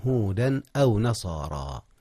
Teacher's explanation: أظهر التنوين قبل الهمزة، والهمزة من أحرف الإظهار إذ هي حرف حلق.